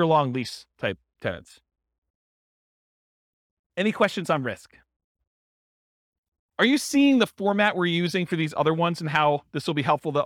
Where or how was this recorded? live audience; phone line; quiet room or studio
live audience